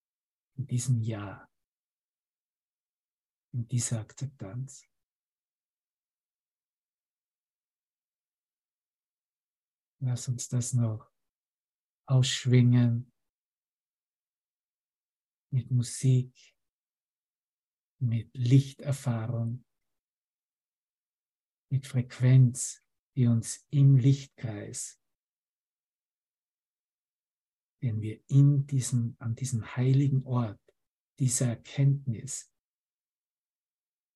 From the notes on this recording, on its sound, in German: Zoom-Session. Veranstaltet von der Aleph Akademie.